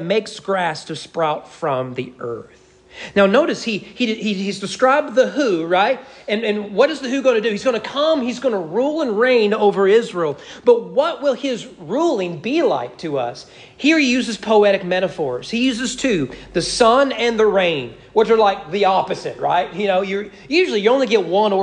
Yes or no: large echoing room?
yes